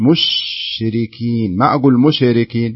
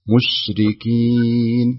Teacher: لابد أني أسكن الشين وأراعي أني ما أقلقلها تكون ساكنة · Shown in: second take